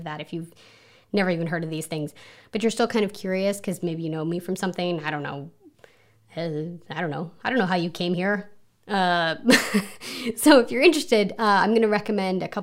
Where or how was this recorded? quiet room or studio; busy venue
quiet room or studio